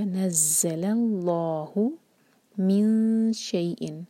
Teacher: تو اس میں خیال رکھیں کہ نزل میں جو لام ہے اس کو ہیوی نہ ہونے دیں، صرف لام جلالہ کو ہیوی کریں گے. تو یہ ہوگا نزل اللہ من شیئن.